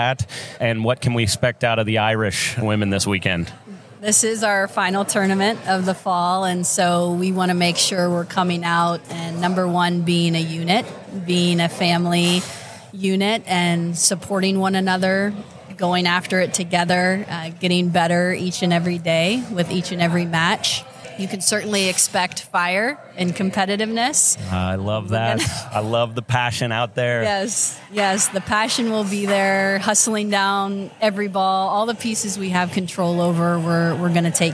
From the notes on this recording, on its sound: Live at the Collegiate Open. As we gear up for the FGCU Collegiate Open event.